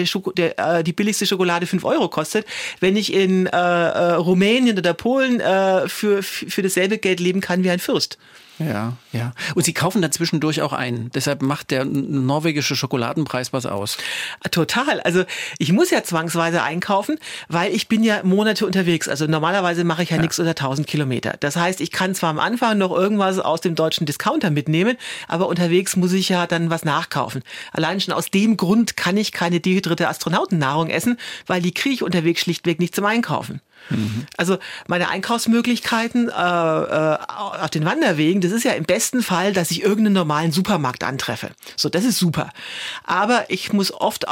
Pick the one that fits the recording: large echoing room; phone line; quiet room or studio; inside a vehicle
quiet room or studio